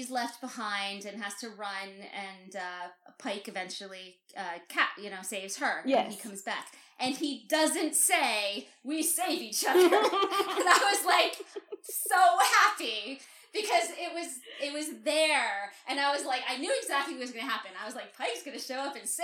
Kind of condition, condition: fault, sounds in the background